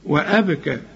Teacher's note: الباء هنا بقى اللي بنقلقلها